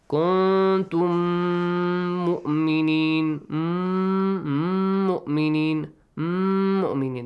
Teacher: In kuntum mim, kuntum. Mim plus next word starts with mim. Mim plus mim, idgham, merge them. It means stretch the sound for two beats and also produce a nasal sound from your nose.